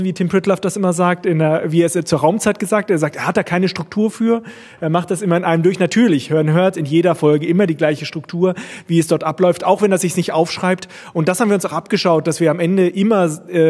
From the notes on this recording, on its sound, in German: Begann die eigentiche inhaltliche Arbeit beim #ganzohr2014-Podcastertreffen. Live vor Publikum.